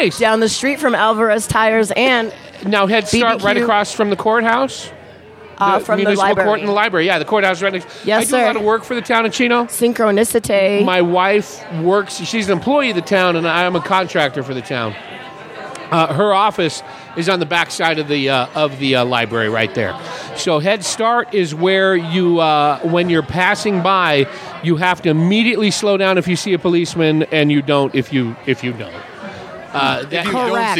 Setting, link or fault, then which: setting, busy venue